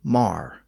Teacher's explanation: The vowel in the word more was rendered with the letter A, indicating a less rounded sound, so from more to mar.